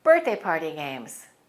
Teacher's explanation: We stress the first word. · Term: compound noun